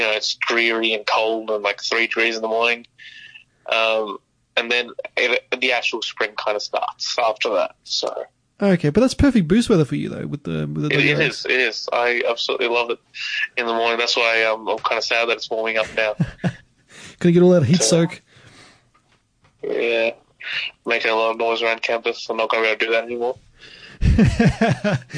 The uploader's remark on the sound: Via Phone LInk